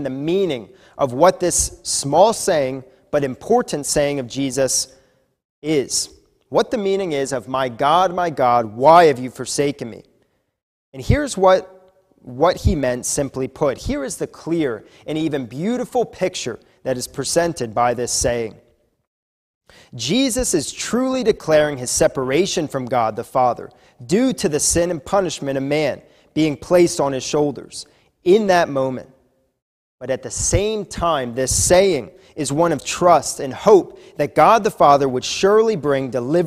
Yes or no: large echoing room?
yes